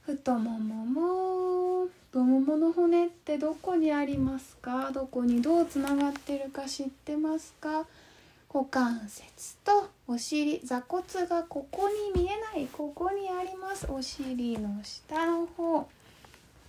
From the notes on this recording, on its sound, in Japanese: 4/29〜5/8 の22時におこなったインスタライブの録音です。